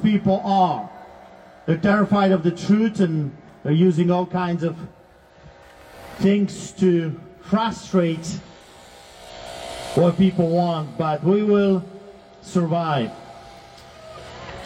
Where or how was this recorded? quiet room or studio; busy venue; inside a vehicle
busy venue